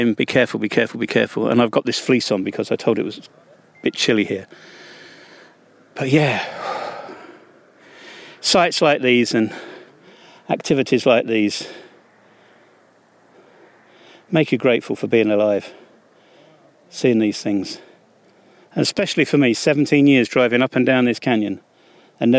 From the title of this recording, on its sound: On the Rock Face at the Drill and Chill Festival near the Banja Luka